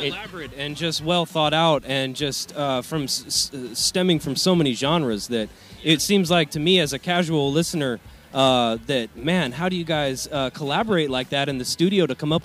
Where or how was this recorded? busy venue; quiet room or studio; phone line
busy venue